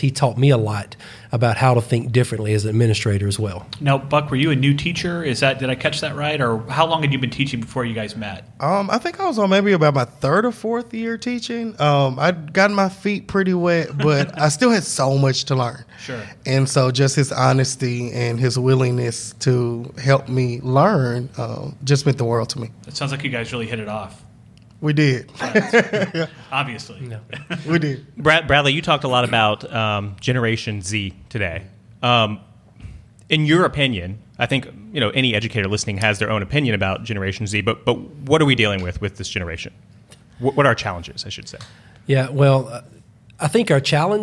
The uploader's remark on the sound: Each winter educators from around Mississippi gather in Jackson for the Mississippi Educational Computing Association, better known as MECA. Recording a live Podcast from the event is becoming somewhat of a Class Dismissed tradition.